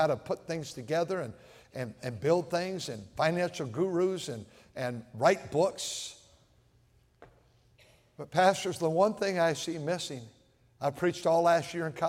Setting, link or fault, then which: setting, large echoing room